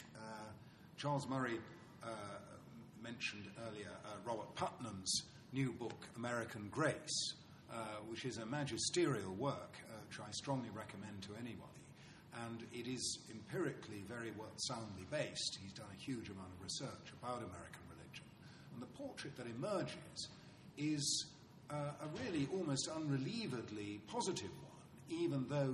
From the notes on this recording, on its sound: TNC/SAU Conference. Responds to the questions and comments of conference panelists and audience members.